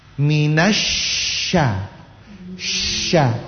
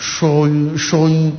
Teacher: Agar tidak kedengaran sho, bibir itu jangan dikumpul ya. Jangan dibulatkan. · Shown in: first take